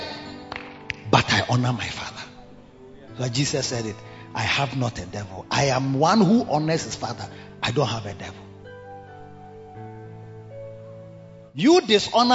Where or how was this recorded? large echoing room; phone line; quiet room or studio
large echoing room